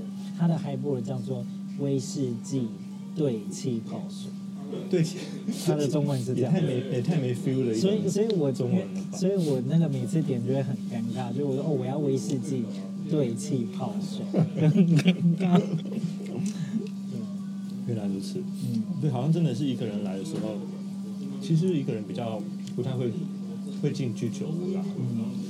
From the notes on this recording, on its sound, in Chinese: 東京居酒屋夜談。本集節目在居酒屋內錄音，環境吵雜。這一集節目在有樂町和新橋之間的高架橋下居酒屋，邊吃邊聊收音。環境音依然有點吵雜，敬請多多包涵！